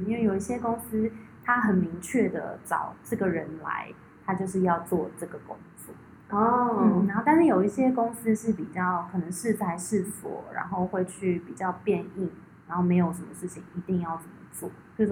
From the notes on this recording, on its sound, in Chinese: 音檔經過搶救，後段音質稍差